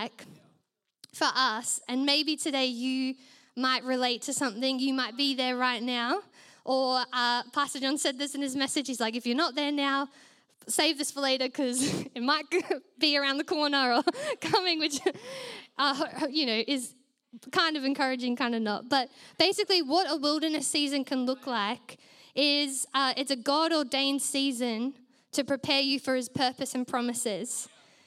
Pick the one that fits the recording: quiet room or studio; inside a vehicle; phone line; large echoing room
large echoing room